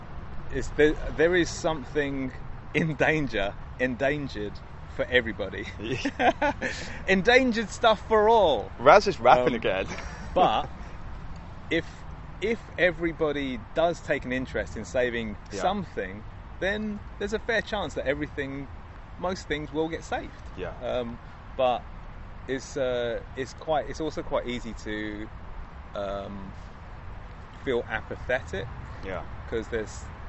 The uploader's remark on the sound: We messed about outside Beverly Hills Police HQ recreating shots from Beverly Hills Cop then hung out in Beverly Hills Park.